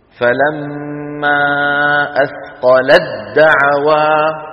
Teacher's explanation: قال تعالى فلما أثقلت دعوا، أثقلت آخرها تاء، دعوا أولها دال، فندغم التاء في الدال